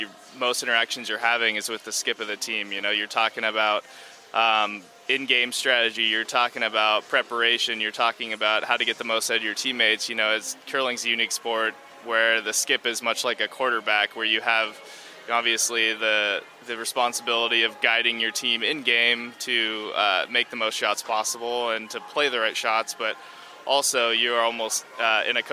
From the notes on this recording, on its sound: live from the Grand Slam of Curling's Tour Challenge in New Glasgow, Nova Scotia